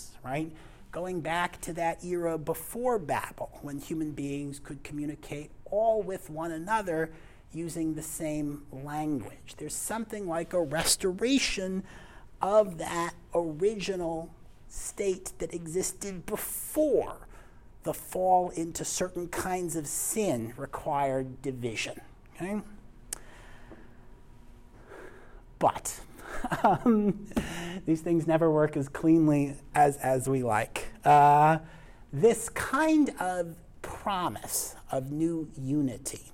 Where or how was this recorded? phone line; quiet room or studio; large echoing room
large echoing room